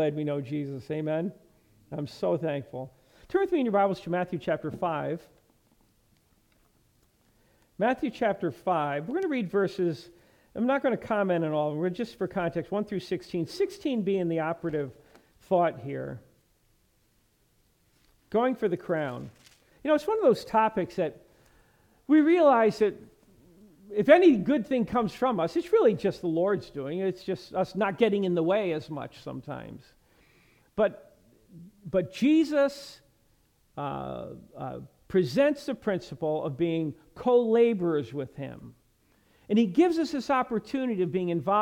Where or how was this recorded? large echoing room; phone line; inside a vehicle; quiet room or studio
large echoing room